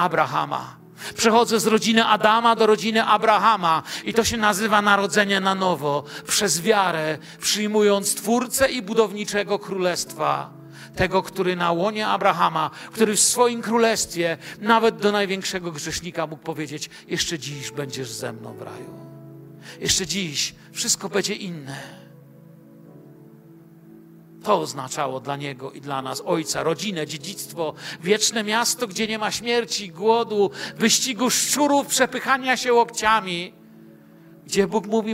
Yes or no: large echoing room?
yes